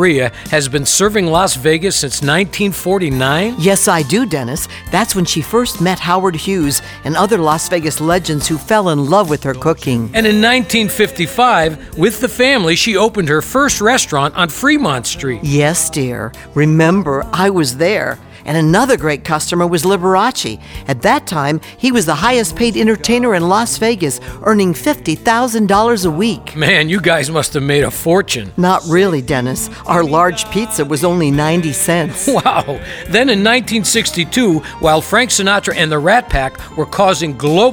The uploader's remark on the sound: Live at the SouthPoint Casino